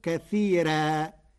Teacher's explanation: قرأ ورش كلمتي كثيرا بترقيق الراء فتصير كثيرا لأنها لغة بعض القبائل.